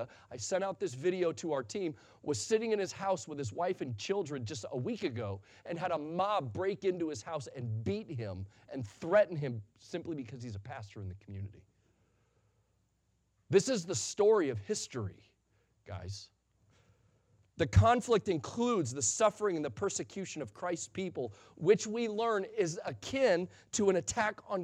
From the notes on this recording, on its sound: Sunday Morning Sermon Audio